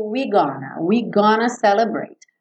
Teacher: E nesse we're gonna, você não escuta esse we're, tá? Fica meio we gonna.